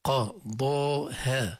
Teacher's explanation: القاف مفخمة، الضاد والألف مفخمات، الهاء والألف مرققات